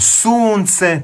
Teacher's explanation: to je dug naglasak, i penje se intonacija pa zatim pada